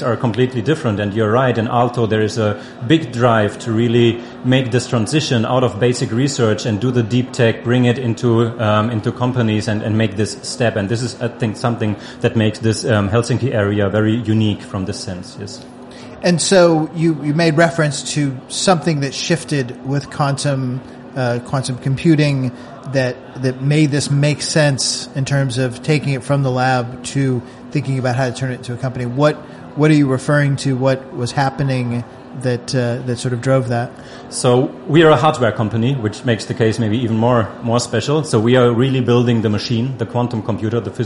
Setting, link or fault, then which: setting, busy venue